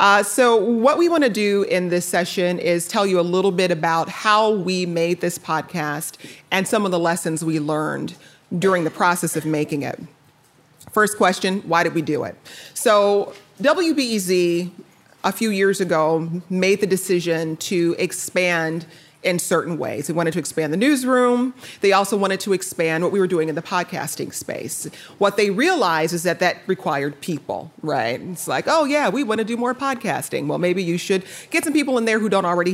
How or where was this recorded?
live audience